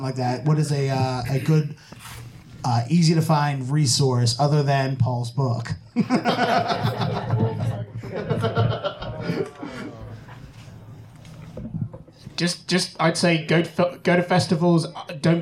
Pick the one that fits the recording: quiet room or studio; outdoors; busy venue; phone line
busy venue